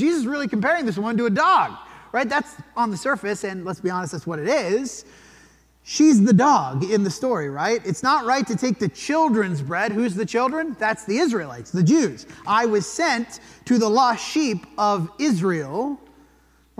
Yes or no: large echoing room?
yes